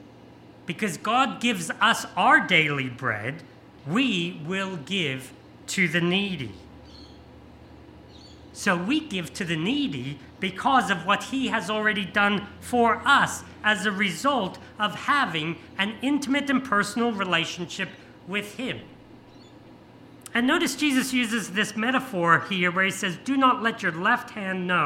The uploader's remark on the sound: This sermon was preached on 28th May 2023 at all services of Helensburgh and Stanwell Park Anglican Church.